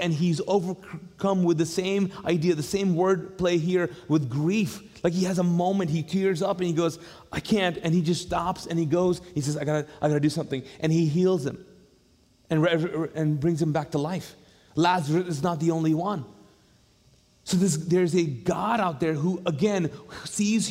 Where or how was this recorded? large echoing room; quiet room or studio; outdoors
large echoing room